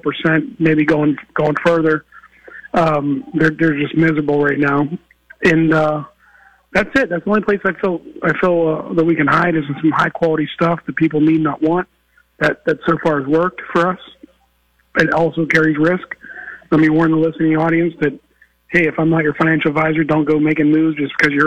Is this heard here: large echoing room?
no